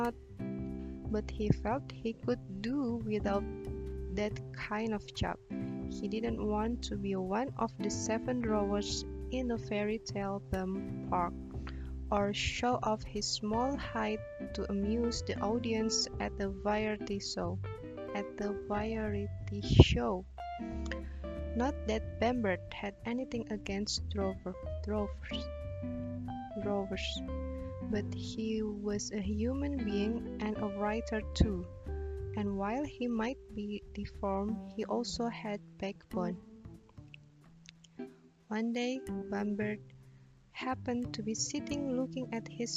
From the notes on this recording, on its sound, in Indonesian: Pakai headset, suara plantronics, suara udara dari mulut terekam, mau diedit, tapi filenya tidak terbaca, yasudah lah yang ada saja.